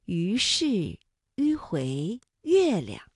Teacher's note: 发音的时候两唇要拢圆，略向前凸，舌尖抵住下齿背，使舌面前部隆起 · Term: 舌面单韵母